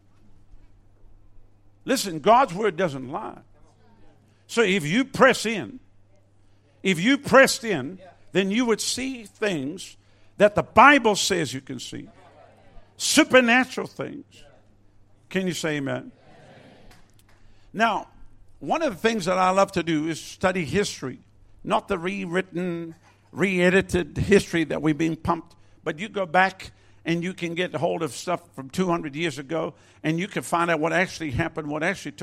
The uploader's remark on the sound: Recorded at Lifepoint Chruch, Adelaide, South Australia.